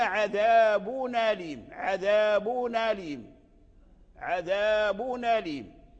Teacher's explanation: نقلنا حركة الهمز إلى التنوين إلى التنوين الساكن فحركناه بحركة الهمزة · Term: النقل